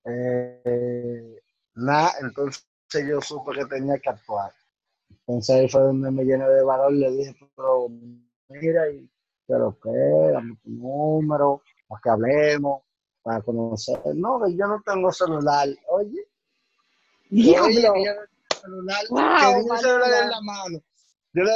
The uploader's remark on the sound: The audio is not the best.